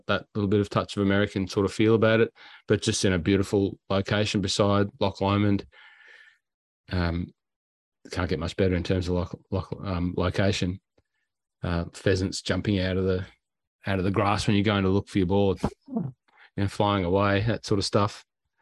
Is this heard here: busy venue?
no